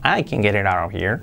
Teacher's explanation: No se pone el acento, la fuerza de la frase no se pone en el can